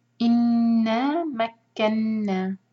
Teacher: دونوں نون مشدد پر نون کو ہول کرنا ہے، غنہ کریں گے اور نون کے ساتھ الف ہے، اس کو دو حرکہ کھینچنا ہے مد طبعی.